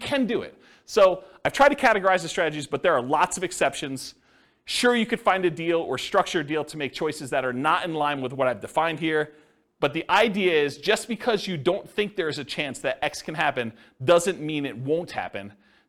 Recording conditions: live audience